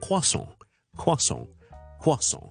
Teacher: 英式英文呢我个将个重音呢系放喺前面嘅。而个 R 呢系未必会读嘅